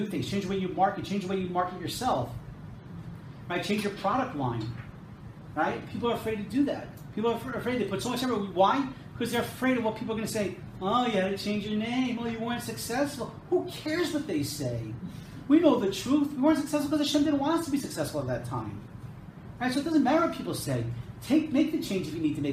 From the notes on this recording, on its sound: This episode is a recording of a lecture. At Temech Business Center in Jerusalem.